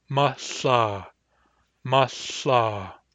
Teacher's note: These words are identical except for the first vowel, short a or short I, and with regard to the second consonant, which is either a barred L or a barred lambda. Cold weather has a short a and a barred L.